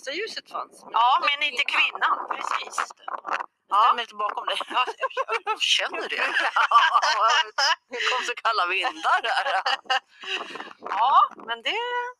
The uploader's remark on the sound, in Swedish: Ledsen att ljudet inte är det bästa!